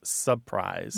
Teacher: That first R is gone. · Term: dissimilation